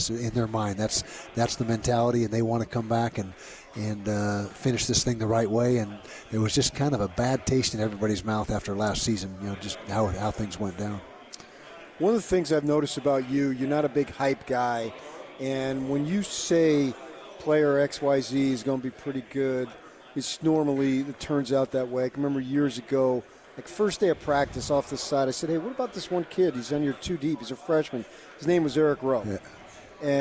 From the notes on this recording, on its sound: LIVE from Pac-12 Media Day in Los Angeles, CA.